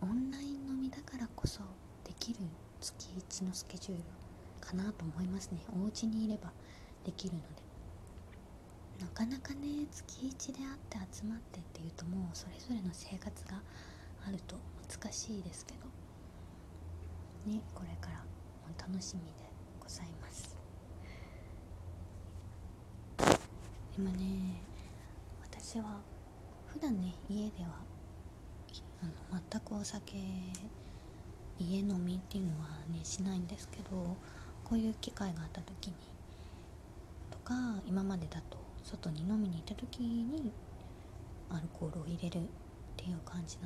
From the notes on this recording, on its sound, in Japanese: 久しぶりのベランダ配信。風が気持ち良いですね。ベランダこそこそ配信。